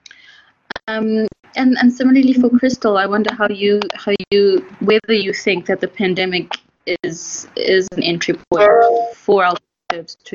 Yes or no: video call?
yes